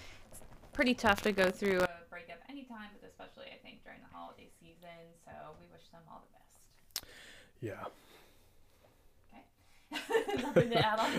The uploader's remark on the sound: Audio was so fuzzy that it was totally unusable. Mic recording. Speaking in the background. We apologize for the uneven audio.